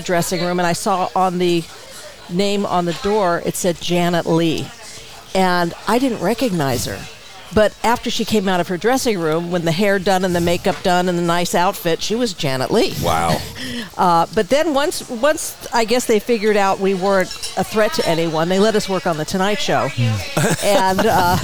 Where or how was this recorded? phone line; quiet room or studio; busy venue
busy venue